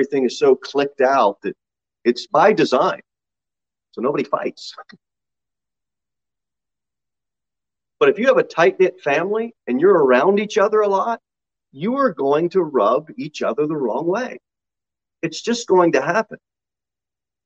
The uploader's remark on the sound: Sermon delivered at Pilgrim Baptist Church on Sunday, November 21, 2021, at 6:15 pm. Jere Whitson Rd. Pilgrim Baptist Church is a bible-believing, independent Baptist church.